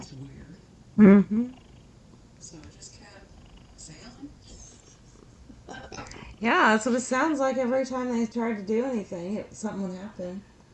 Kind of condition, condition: fault, poor sound quality